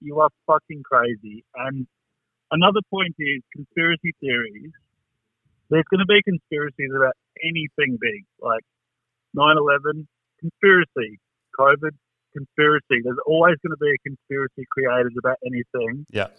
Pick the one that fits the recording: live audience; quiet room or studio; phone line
phone line